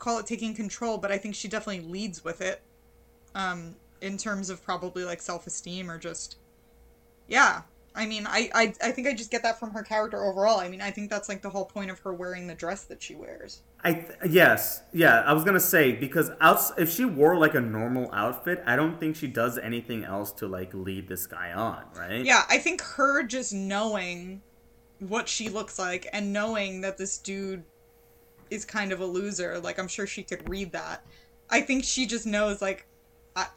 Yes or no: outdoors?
no